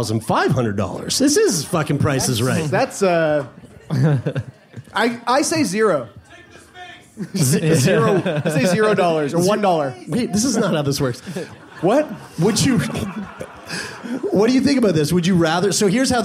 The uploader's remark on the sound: Shake up an entire live audience with a live show for the ages.